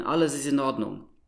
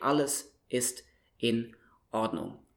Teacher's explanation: you need this Knacklaut, in each case before, in the beginning of the word, which is a boundary marker · Shown in: second take · So it marks, here starts a new word.